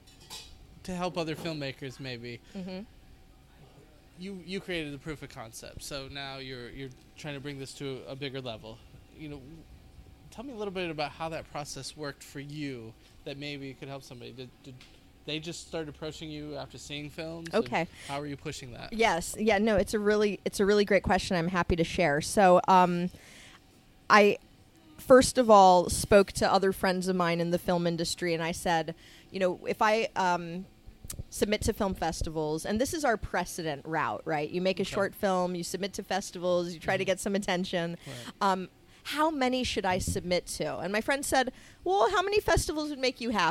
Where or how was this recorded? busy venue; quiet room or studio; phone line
busy venue